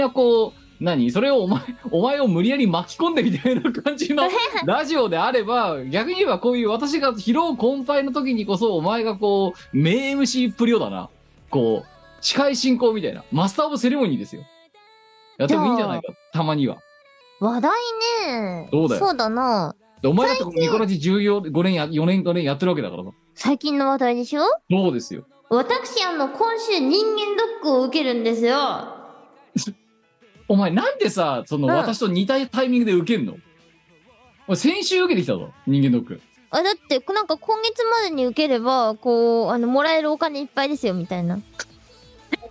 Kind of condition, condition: link, video call